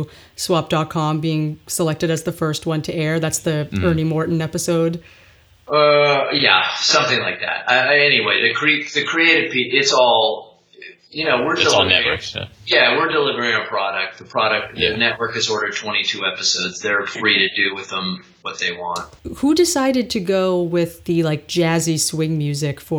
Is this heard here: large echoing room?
no